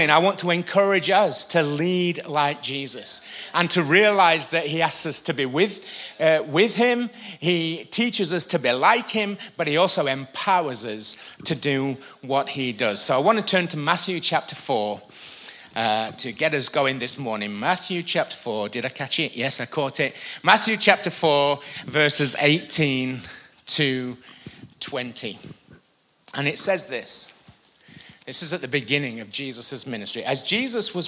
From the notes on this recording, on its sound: IKON Church. Recorded live at the Chesterfield Campus this is the message from the morning service.